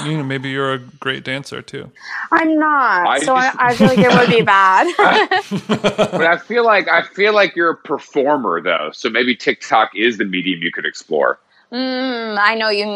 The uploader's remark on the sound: She was nice enough to call in from her parents house while standing on some chairs to get better reception.